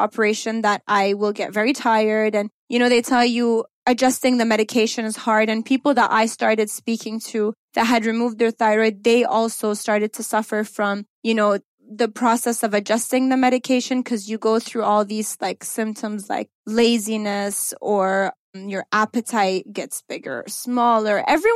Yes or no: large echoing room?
no